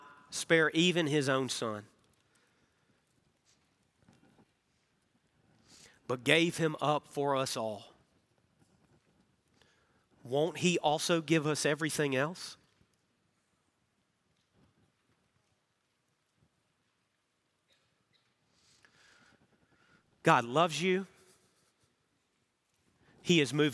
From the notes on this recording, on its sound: Recorded Live at Brookwood Church